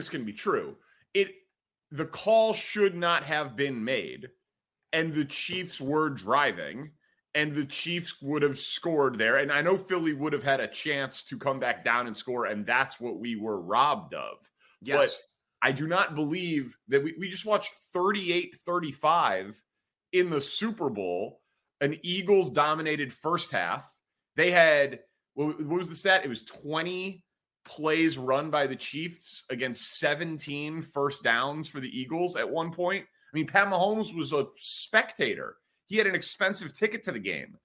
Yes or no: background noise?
no